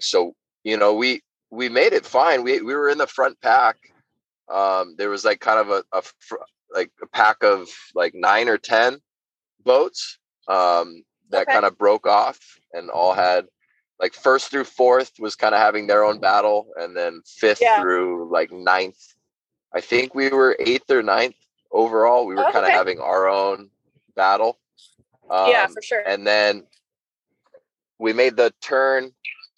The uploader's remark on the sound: The best we could do was hop on an episode while driving home from the Culture Hot Sauce Farmers Market booth.